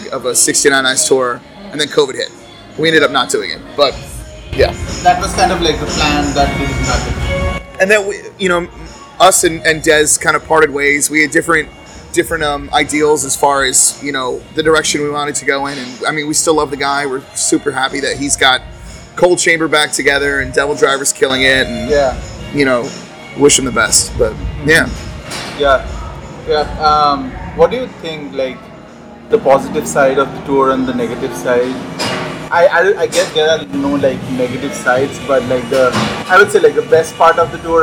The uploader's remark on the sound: Excuse the background noise.